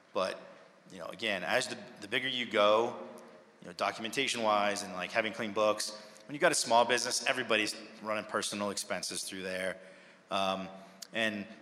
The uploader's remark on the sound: MicroConf Recap: Quiet Light Brokerage Answers Audience Questions. In this Q&A session from MicroConf US 2023. Answer attendee questions.